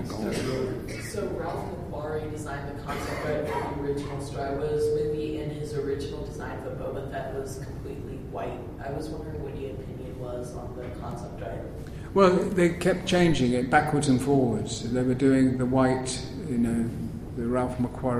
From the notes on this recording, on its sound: At Planet Comicon 2016. Here is the audio that we recorded at that panel.